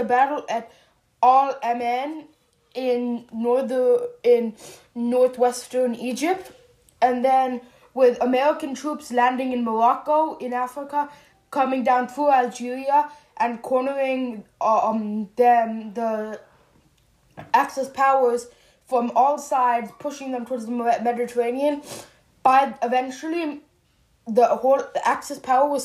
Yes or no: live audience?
no